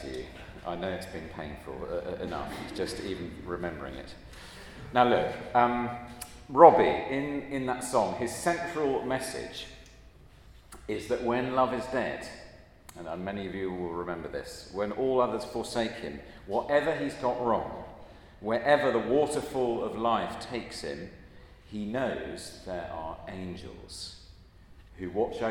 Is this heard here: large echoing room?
yes